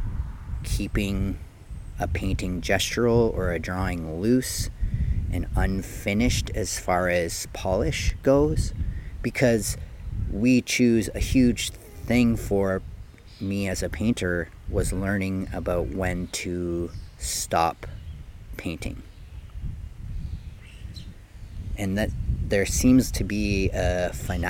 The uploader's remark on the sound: Recorded Live, Raw, unedited from behind the basilica in Maryhill